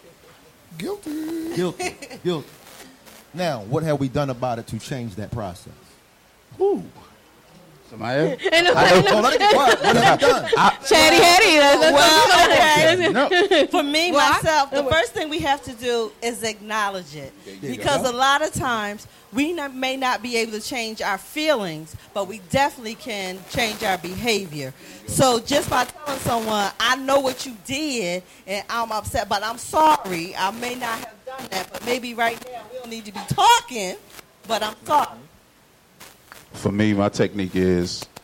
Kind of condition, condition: setting, live audience